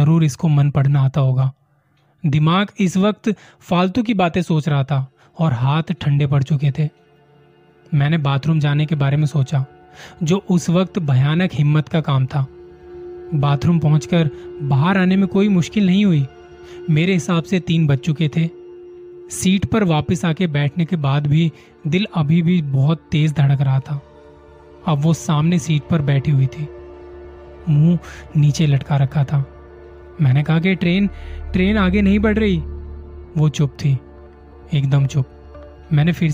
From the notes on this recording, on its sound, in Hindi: ye recording direct mobile se ki thi, isliye audio quality itni sahi nahi hai